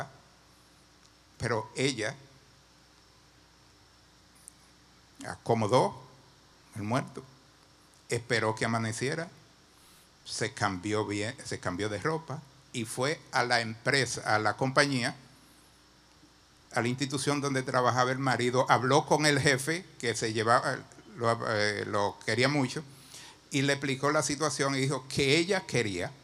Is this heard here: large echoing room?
yes